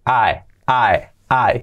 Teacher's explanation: esa I es una A y una I nos han dicho, pero esa I segunda es como una E prácticamente